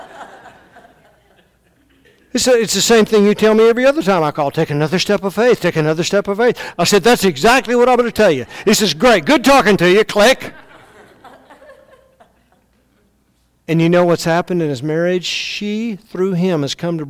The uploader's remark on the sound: Christ is Life Conference: Session 4